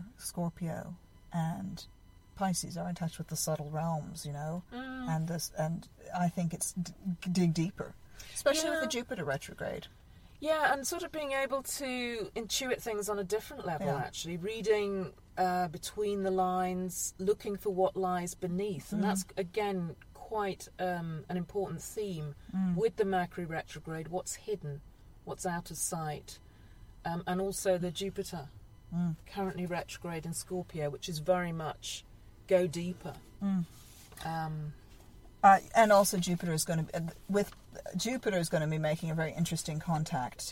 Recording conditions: inside a vehicle